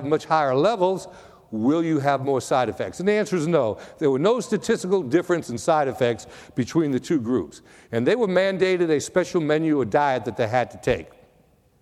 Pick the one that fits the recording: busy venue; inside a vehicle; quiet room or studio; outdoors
busy venue